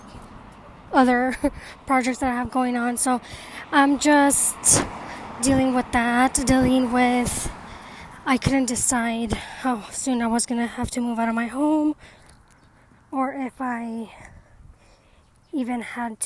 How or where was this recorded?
outdoors